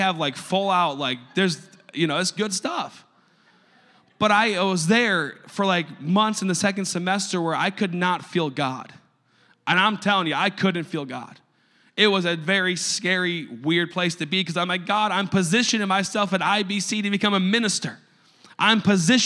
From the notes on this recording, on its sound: a service recording from Connect Point UPC